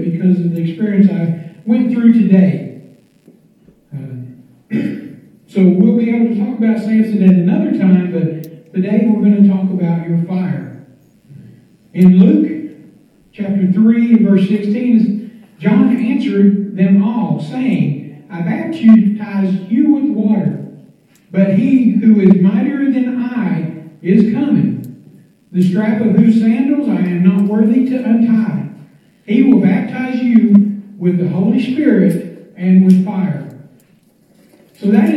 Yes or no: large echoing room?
yes